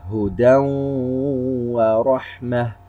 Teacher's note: مثلا قال تعالى: هدى ورحمة، تنوين وبعده حرف الواو، إدغام بغنة، عندنا غنة مستطالة هنا بقدر حركتين